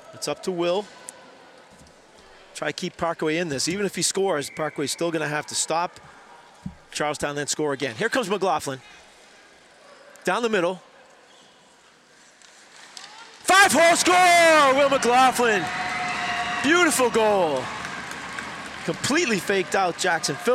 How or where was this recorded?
busy venue